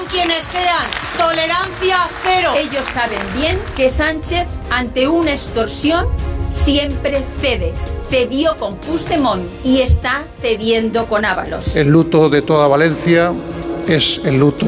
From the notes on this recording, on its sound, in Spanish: Desde la sede del periódico La Razón. Una edición en directo cara al público.